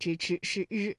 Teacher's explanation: 日呢是属于翘舌音的哈，也就是舌尖向上翘起